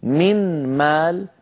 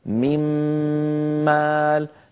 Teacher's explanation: كان النطق من مال بنون ساكنة، الآن بعد الإدغام صار ميمال